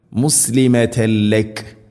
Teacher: തൻവീന് ശേഷം ലാം ഇത് ഗാം ബിലാഗുന്ന മണിക്കാതെ ലാമിലേക്ക് തൻവീനിനെ കൂട്ടിലയിപ്പിക്കണം.